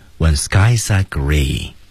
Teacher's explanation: 就是在 happy 和 gray 两个地方，注意有小幅的音调的抬升啊